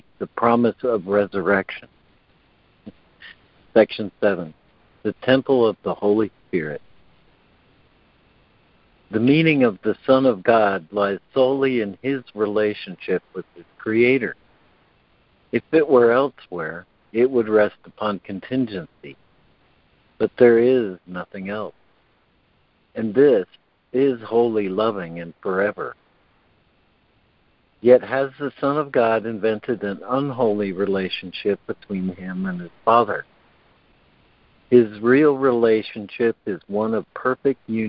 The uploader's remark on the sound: ACIM Daily Conference Call